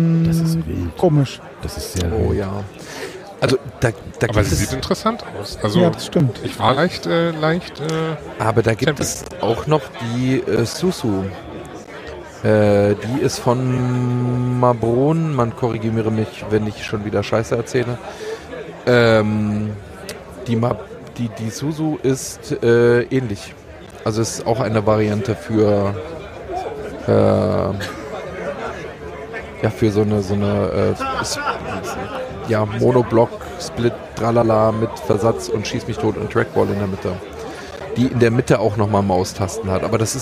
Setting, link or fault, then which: setting, busy venue